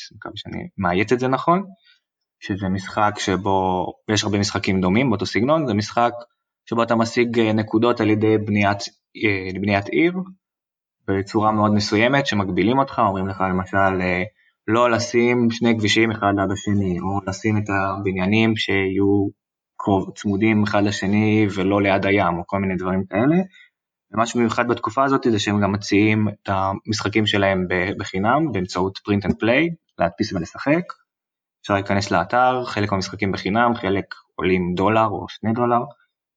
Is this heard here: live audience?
no